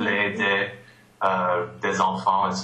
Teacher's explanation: Then we have the S that turns into a Z sound · Term: liaison